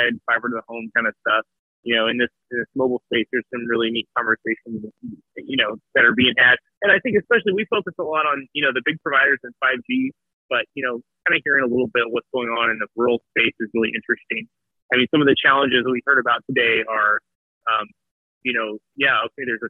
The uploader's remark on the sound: calls in from the 2022 Competitive Carriers Association Annual Show in Tampa, FL